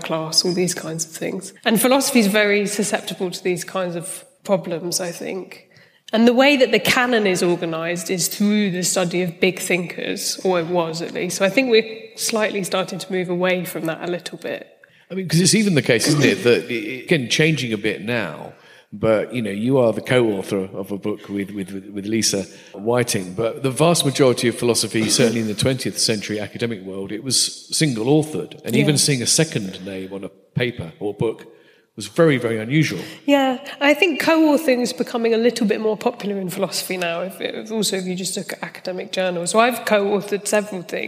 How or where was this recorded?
live audience